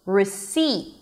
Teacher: the second syllable, which is the primary stress, receipt, is an S, a high E, and a held T at the end · IPA: rɪˈsiːt